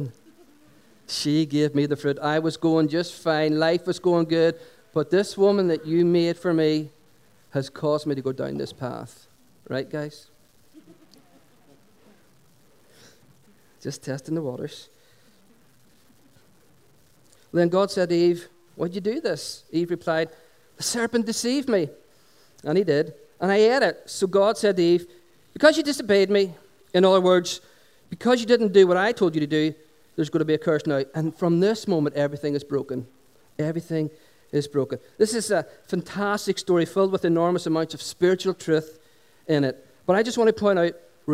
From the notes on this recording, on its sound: Recorded on 26th June 2016 at our Sunday Celebration held at Dungannon Integrated College.